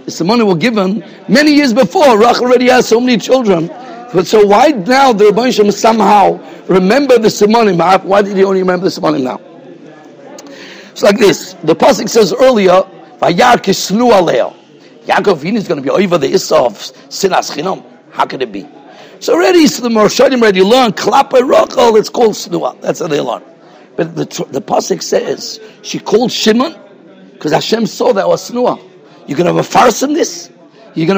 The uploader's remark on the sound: Shiur recorded in Yeshivas Ohr Reuven, Monsey, NY.